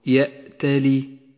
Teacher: اقرأها بشكل صحيح واحذر أن تقلقل الهمزة الساكنة